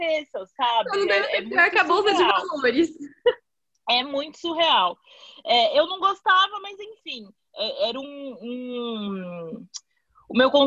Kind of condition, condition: link, video call